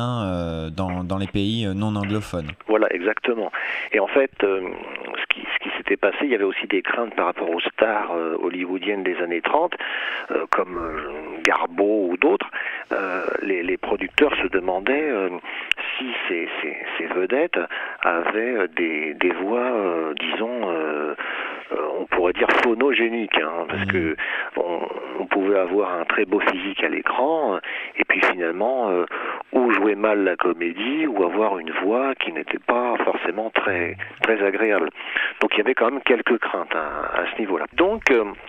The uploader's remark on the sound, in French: Interview par téléphone